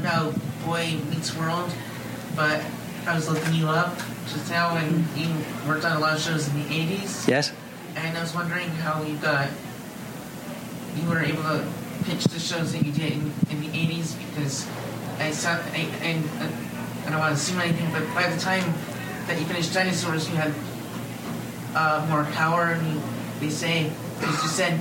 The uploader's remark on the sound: What's Your Pitch? panel from ATX. Recorded at ATX Television Fest in June 2015.